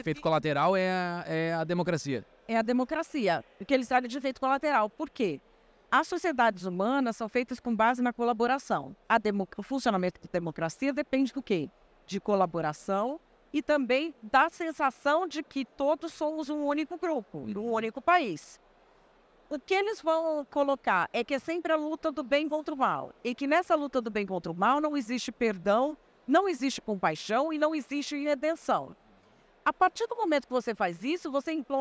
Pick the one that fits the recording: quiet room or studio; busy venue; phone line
busy venue